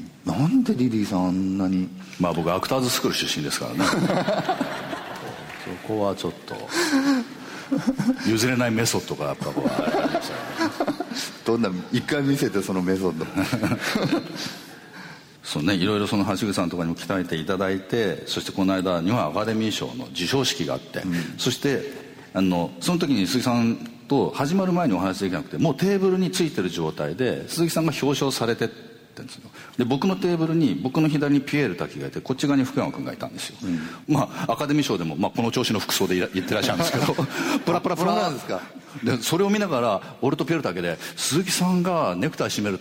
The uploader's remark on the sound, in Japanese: 8月24日に小豆島で「喋楽苦（しゃべらく）」と題して行われたトークイベントの模様をお送りします。